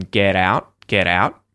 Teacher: So, in which case, the T would become a T flap, like in get out, get out.